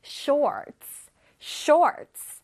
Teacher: R가 있으니까 혓바닥은 어디예요? 앞이 어디야? 뒤에 있습니다.